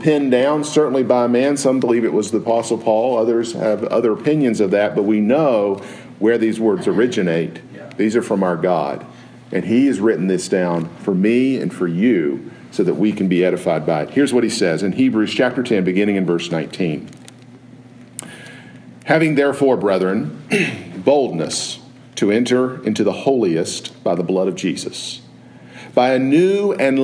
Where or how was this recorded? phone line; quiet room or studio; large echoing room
large echoing room